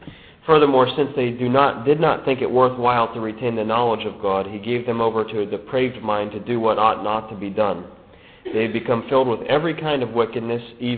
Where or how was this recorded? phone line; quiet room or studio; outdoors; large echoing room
large echoing room